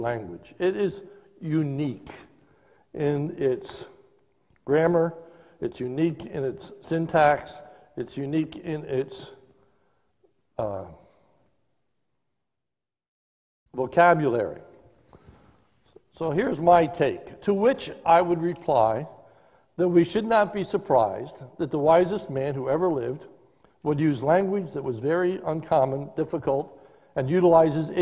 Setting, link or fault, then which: setting, large echoing room